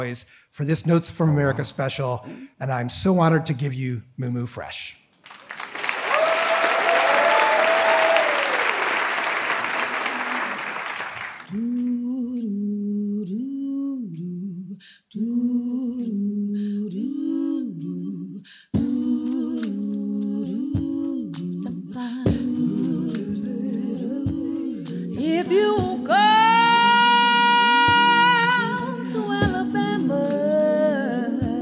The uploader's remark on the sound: Live At The Apollo. A live audience at the Apollo Theater contributes ideas. This conversation was programmed as part of The Apollo’s Uptown Hall series. The podcast episodes are lightly edited from our live broadcasts.